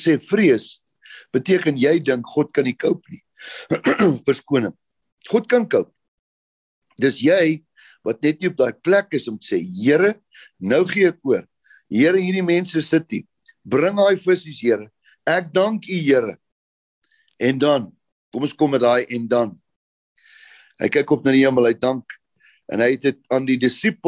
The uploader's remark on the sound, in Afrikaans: Manne van die Woord Zoom Byeenkoms 11 Maart 2022